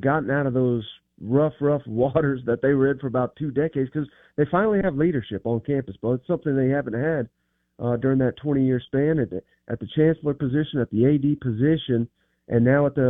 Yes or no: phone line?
yes